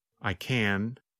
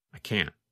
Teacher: When we say the positive form, we pronounce the letter N longer. · Shown in: first take · The N sound, N, N, N, lasts longer than in the negative form.